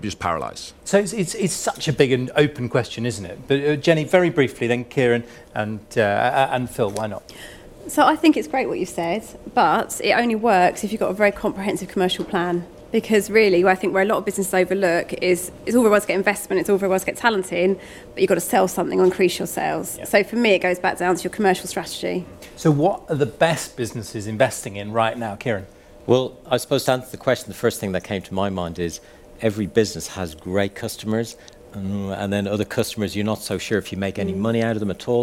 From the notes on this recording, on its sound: Speaking on the second day Elite Business’ live event on March 12 on the Financial Management panel